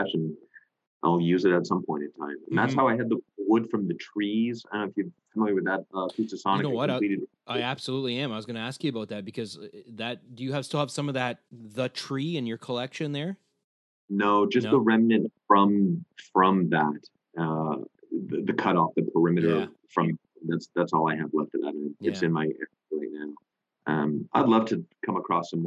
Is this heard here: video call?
yes